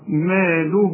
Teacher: المد الاول حنمد حركتين فقط ما له